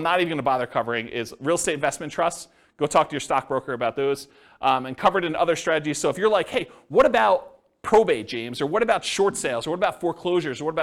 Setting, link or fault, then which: setting, live audience